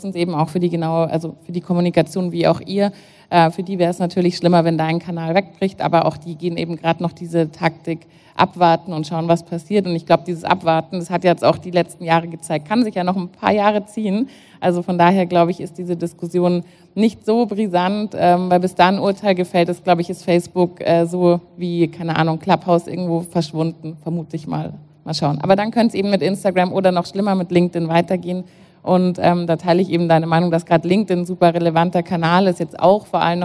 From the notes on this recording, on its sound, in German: Sie wurde live auf dem KGSt-FORUM in Hamburg aufgenommen.